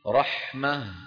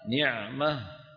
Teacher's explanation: تكون في الوصل تاء وفي الوقف هاء ساكنة · Term: هاء التأنيث